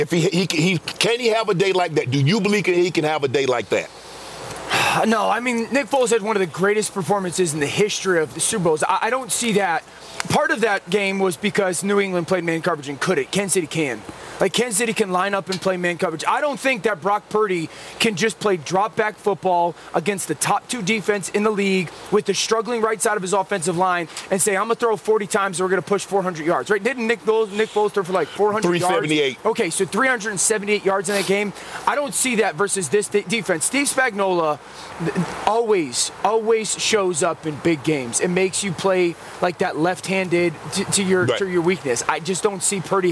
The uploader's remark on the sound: live from the Super Bowl in Las Vegas